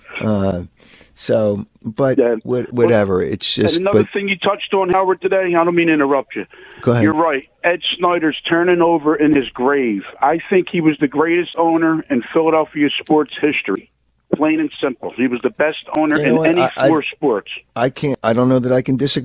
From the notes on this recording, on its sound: We take your phone calls on who the best 3 athletes of all time are.